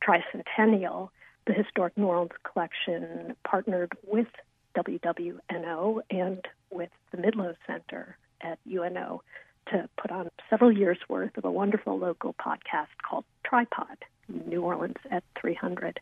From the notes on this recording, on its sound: joins us by phone